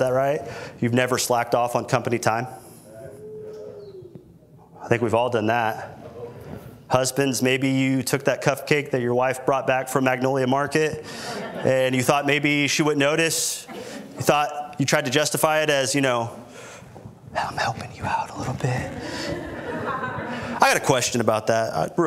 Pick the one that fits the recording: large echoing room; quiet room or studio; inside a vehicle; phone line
large echoing room